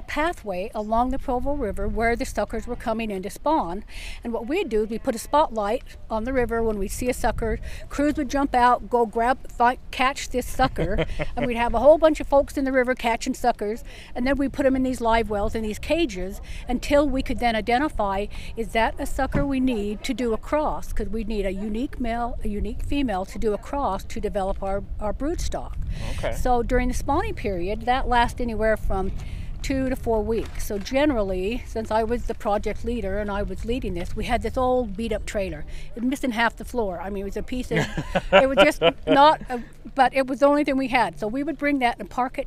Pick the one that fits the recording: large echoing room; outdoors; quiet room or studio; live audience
outdoors